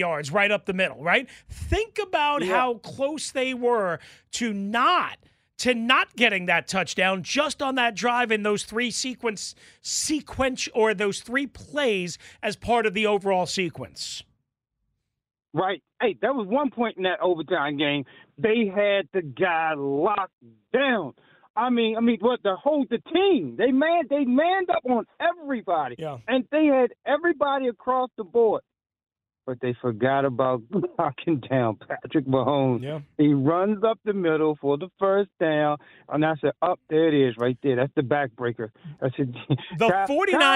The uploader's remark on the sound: Back to the phone lines to talk about your observations from the Chiefs win. More of your phone calls to talk about the big game.